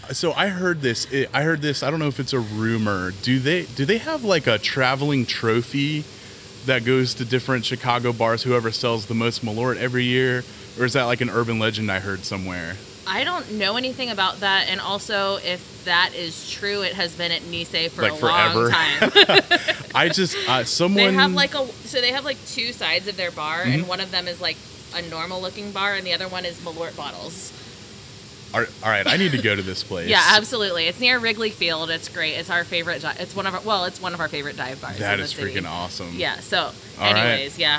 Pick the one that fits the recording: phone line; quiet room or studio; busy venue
busy venue